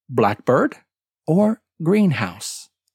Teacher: For compound nouns, the emphasis falls on the first part of the word.